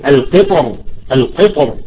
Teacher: فلذلك الحرف المطبق المستعلي يشد الراء الى اعلى فيفخمها · Term: التفخيم